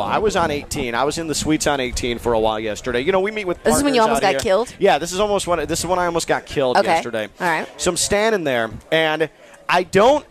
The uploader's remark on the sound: Live from the Honda Classic.